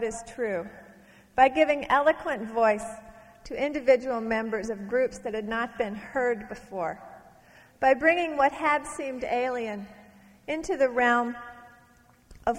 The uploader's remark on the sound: from a Portland Arts & Lectures event in 1991